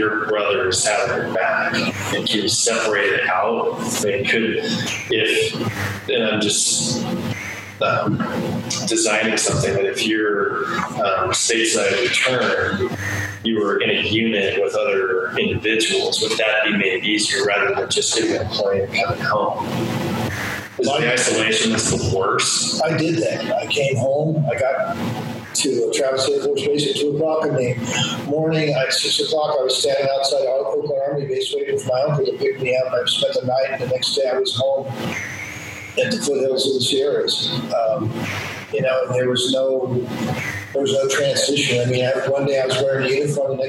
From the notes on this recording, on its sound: Again, the sound quality is not ideal, but the content is important.